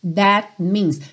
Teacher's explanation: Percebe como você também quase não ouve o T final do that